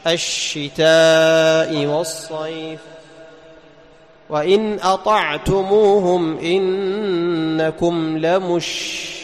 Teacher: قال وللتفشي الشين، وأما صفة التفشي التي هي الانتشار ومعناها انتشار الريح في الفم أو الهواء في الفم، ينتشر الريح حتى يصل إلى مقدم الأسنان إلى الثنايا